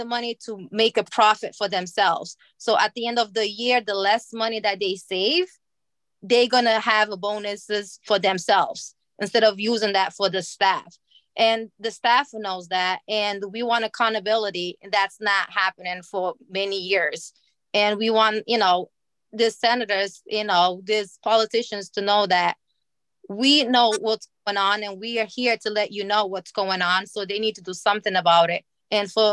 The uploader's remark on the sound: We are sharing the audio from Consumer Voice’s webinar that was part of the “Dignity for All: Staffing Standards Now!” campaign.